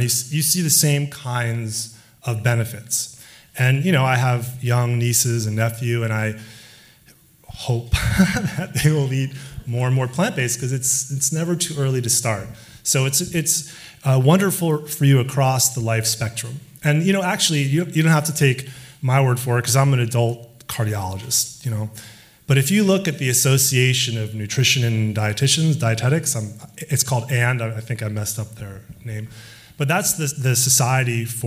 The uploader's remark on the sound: Exam Room LIVE in New York. The Exam Room LIVE hits the stage in New York!